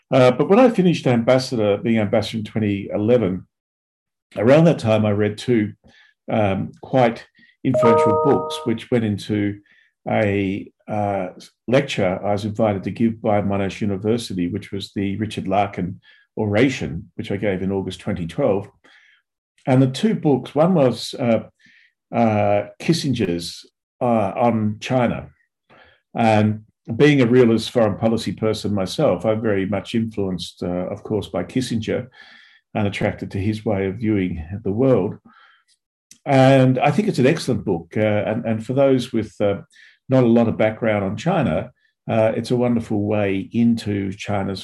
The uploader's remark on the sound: A La Trobe Asia 'China in Focus' seminar, held in front of a zoom audience.